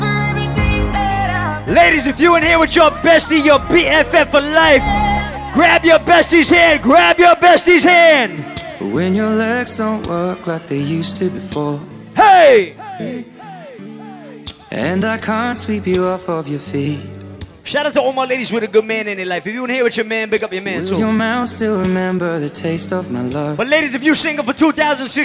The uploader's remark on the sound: LIVE AT ISLAND SATURDAYS